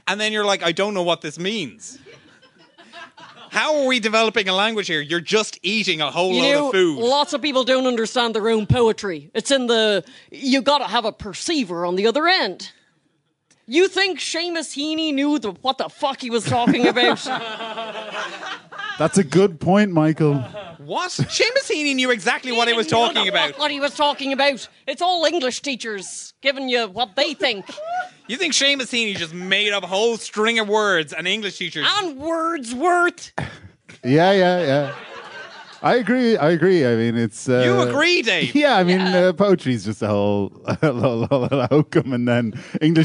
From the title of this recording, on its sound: Live at The Tightrope